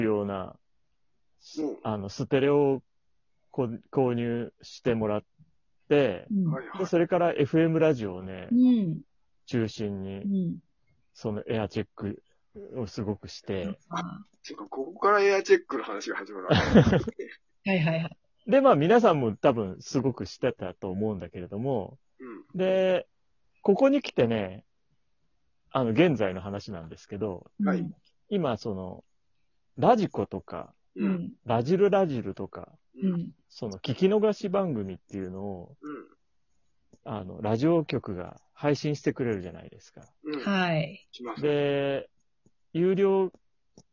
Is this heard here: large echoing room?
no